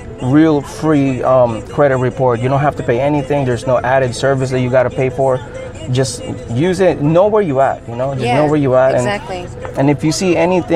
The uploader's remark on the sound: We travel to the other side of Central Florida. We ended up in Kissimmee where the 17th Annual Taste of Thailand Fall Food Festival was taking place at the Wat Dhammaran of Florida. We were surrounded by beautiful people, great music and amazing food.